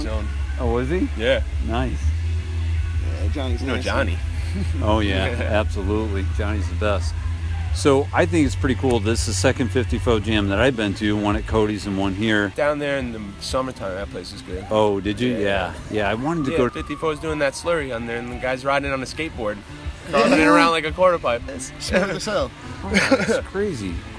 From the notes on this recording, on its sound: The interview took place at the Flatlands trails. Plenty of trails sounds happening in the background!